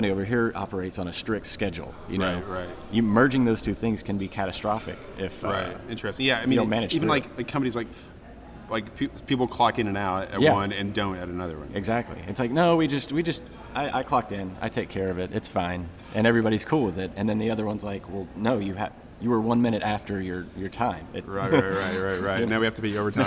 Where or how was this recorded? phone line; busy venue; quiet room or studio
busy venue